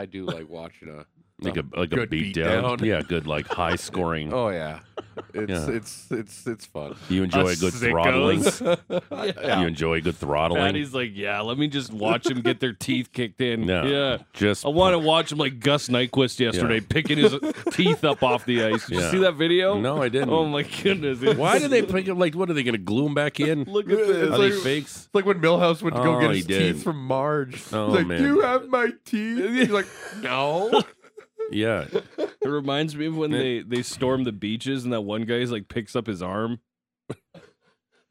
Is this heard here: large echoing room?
no